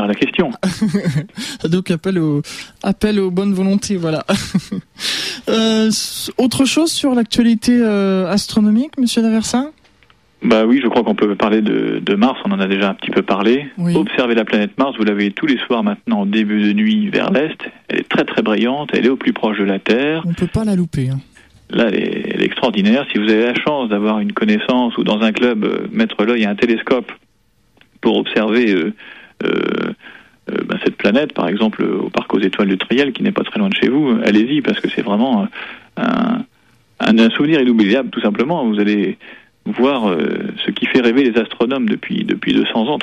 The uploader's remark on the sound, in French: par téléphone